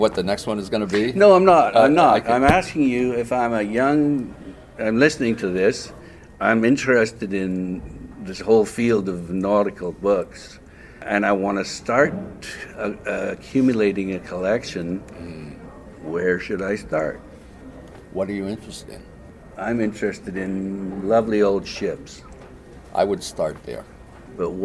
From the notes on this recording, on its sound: This is what we met to discuss at The Boston Antiquarian Book Fair.